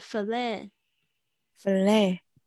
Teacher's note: 这个 T 他没有发音了